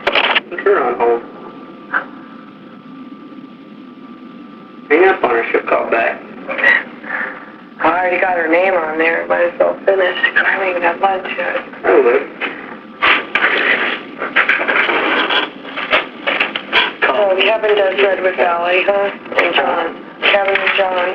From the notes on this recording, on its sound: Prank Phone Calls. Crickets Everywhere.